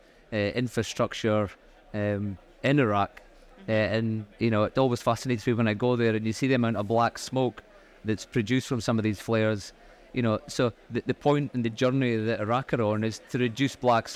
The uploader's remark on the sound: Recorded live at ADIPEC 2023